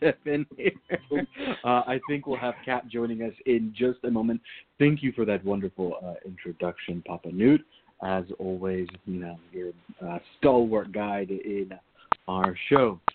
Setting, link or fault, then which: link, phone line